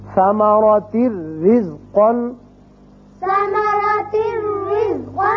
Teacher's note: را تنوین کی وجہ سے ایک زیر پڑی جائے گی اور صرف را ہوگا، یہاں نون کی آواز نہیں آئے گی · Term: ادغام بغیر غنہ